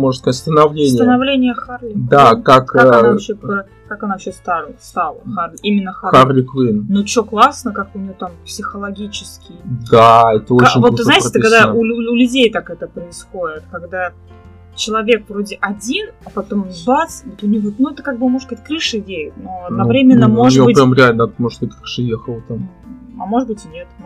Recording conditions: poor sound quality